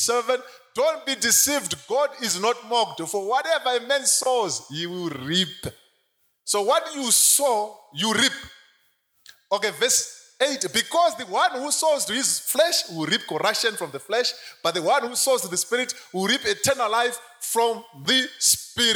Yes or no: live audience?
yes